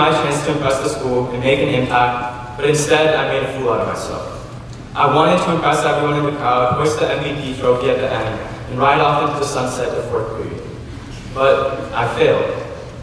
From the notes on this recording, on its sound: delivered his prefect homily to the student body in the Memorial Chapel